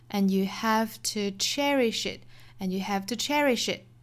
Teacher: 这句话最重的重点在于 cherish 这个动词。前面的 and you 都弱读 have 稍微高一点点